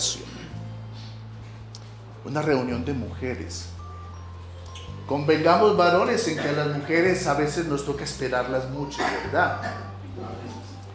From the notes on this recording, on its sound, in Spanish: En este episodio grabado en vivo